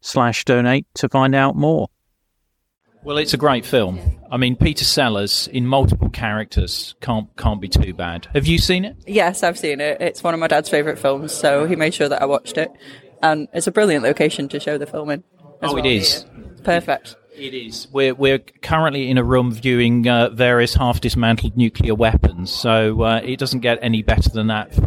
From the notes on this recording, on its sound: Today is a short bonus episode I recorded at the weekend while at a film showing of Dr Strangelove in a former UK Regional Seat of Government Bunker in Cheshire. Film Screening in a Nuclear Bunker.